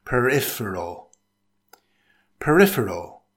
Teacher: It consists of four syllables. Stress the second syllable.